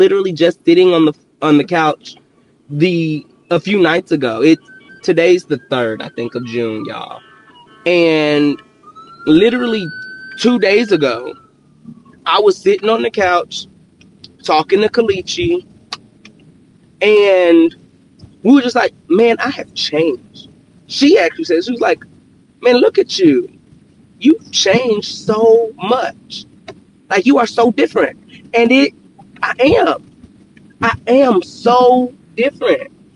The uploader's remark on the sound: Car edition. In this episode from my car, we continue the overcome series with the tail end of my car worship.